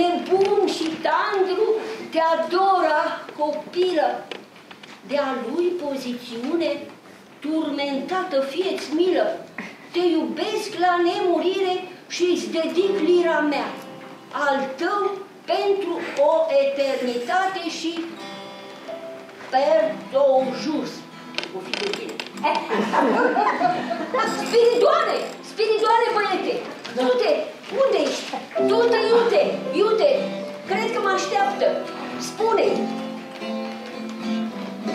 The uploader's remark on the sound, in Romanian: Înregistrare din sala Asociației Generale a Inginerilor din România (AGIR), din București. Înregistrare din sala Asociației Generale a Inginerilor din România (AGIR), din București.